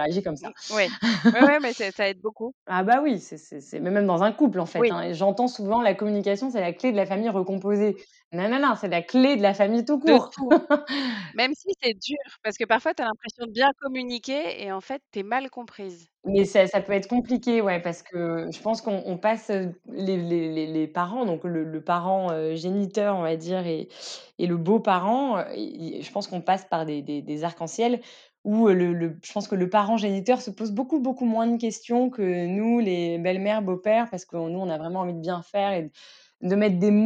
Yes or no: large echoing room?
no